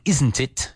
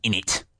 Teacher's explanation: It's the glottal stop. Instead of saying it, instead of saying isn't it, you say in it. · Shown in: second take